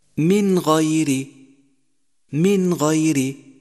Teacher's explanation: لاحظ كيف أتت النون الساكنة وبعدها حرف من أحرف الإظهار وهو حرف الغين. لفظنا النون واضحة من مخرجها تماما، ولم نفصل بينها وبين حرف الإظهار الذي بعدها بسكت أو غنة أو قلقلة أو غير ذلك، بل كان كل شيء مظهرا واضحا، ولذلك سمينا هذا الحكم إظهارا.